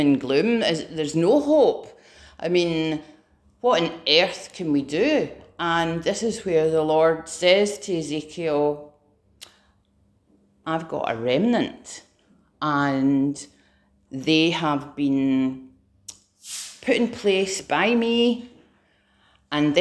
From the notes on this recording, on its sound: Preached at Remnant Army Rising